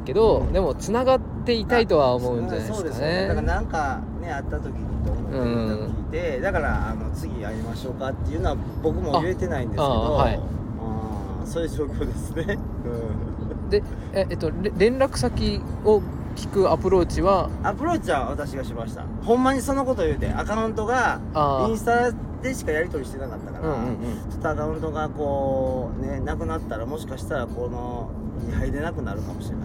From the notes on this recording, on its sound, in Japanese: 大阪から和歌山白浜に向かう車中で録音しました。